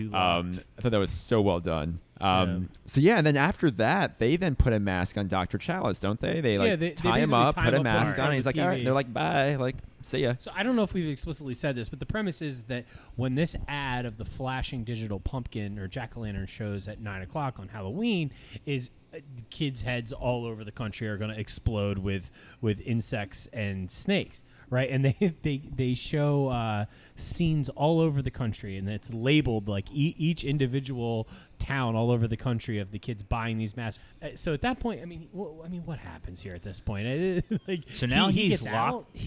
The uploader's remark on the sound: LIVE FROM BREWERY ARS